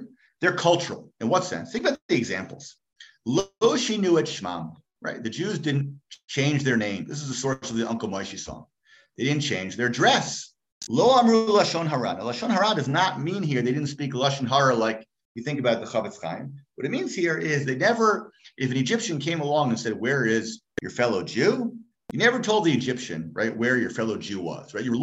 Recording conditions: video call